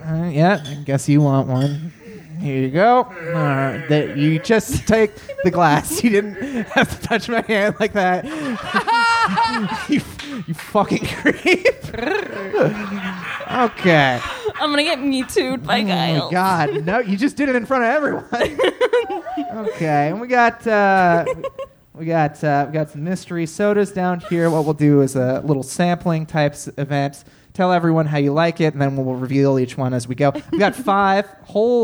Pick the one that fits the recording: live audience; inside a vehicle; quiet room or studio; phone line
live audience